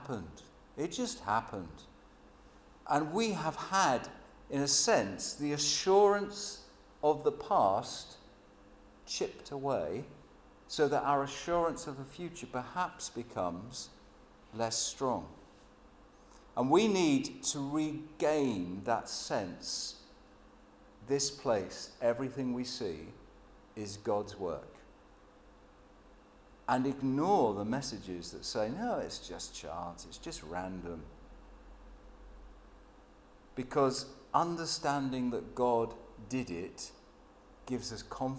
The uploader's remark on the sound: Sermon at St James Alperton